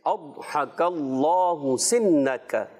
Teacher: जी अदहकल्लाहु सिनक, ये दौत जो है थोड़ा सा पुर रखना है, काफ को बारीक रखना है और अल्लाह का लाम इसमें जलालत जो है अल्लाह पाक का लाम मोटा करके